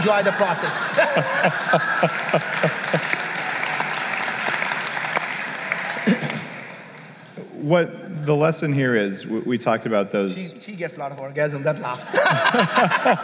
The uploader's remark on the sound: Live from the Bulletproof 360 conference